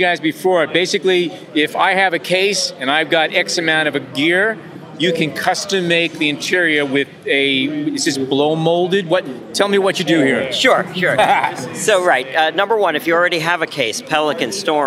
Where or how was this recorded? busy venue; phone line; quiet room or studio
busy venue